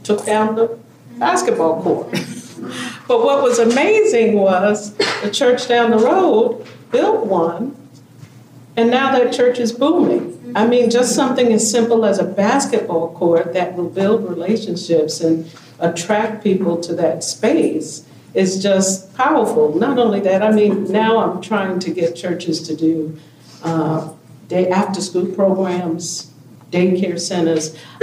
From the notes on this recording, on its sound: This special episode (Part 2) continues a panel discussion at the first-ever Rural Women’s Summit, presented by the National Rural Assembly.